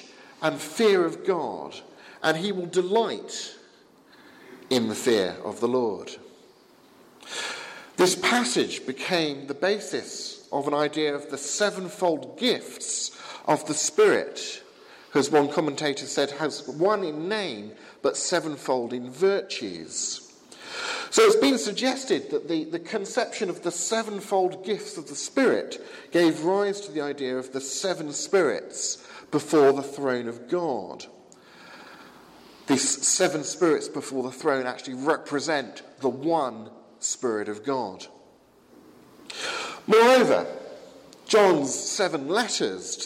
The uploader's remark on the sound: Sermon from the 11 am service at Highfield Church, Southampton, 19th February 2017.